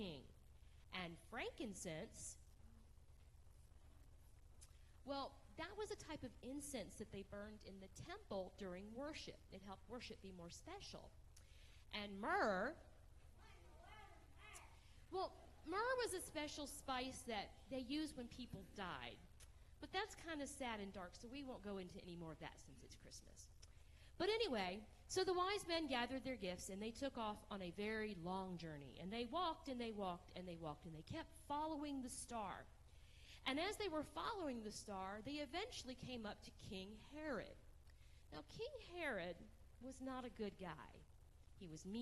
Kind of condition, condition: setting, large echoing room